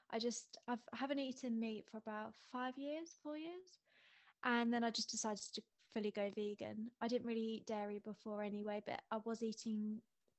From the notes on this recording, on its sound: chilled FaceTime vibes episode